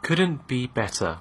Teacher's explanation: 这个是英式发音的一个特色，就是呢，T 会发得很清楚